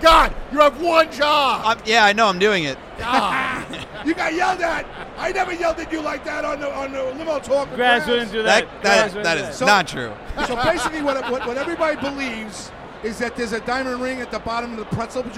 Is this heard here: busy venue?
yes